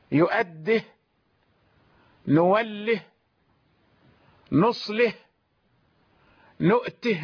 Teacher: هذه الكلمات فيها هاء ضمير، يقرأها بعض القراء بتسكين الهاء بالتسكين، يؤده نوله نصله نؤته منها، وسكن يؤده مع نوله ونصله ونؤته منها فاعتبر صافيا حلا.